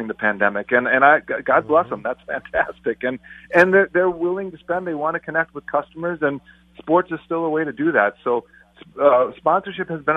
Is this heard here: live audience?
no